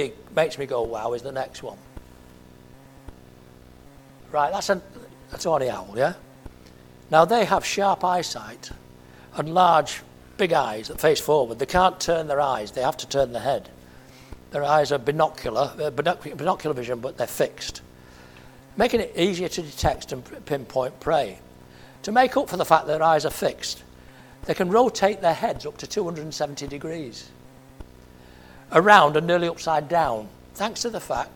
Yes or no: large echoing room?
yes